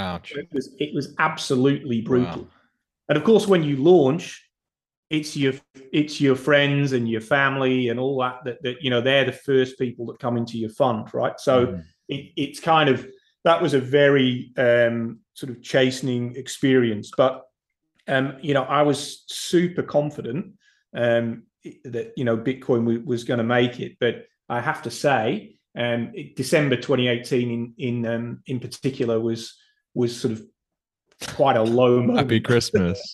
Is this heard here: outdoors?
no